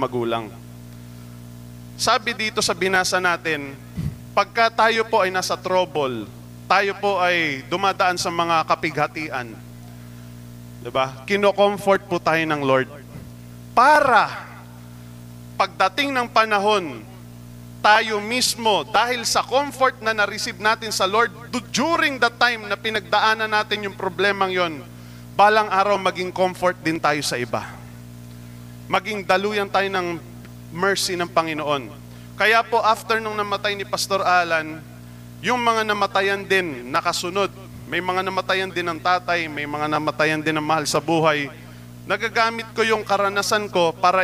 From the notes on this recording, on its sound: Recorded live at The Shepherd Of Faith Family Church on November 20, 2022.